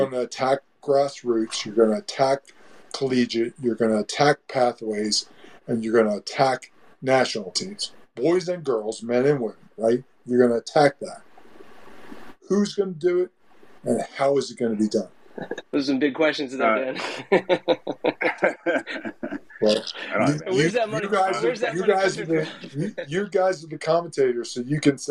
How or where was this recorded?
video call